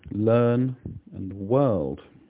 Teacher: This sound is very similar to schwa, but it's longer. Imagine the sound you'd make if I asked you to multiply 453 by 76.